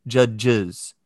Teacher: after the word judge, it appears as a schwa and a z together, is judges.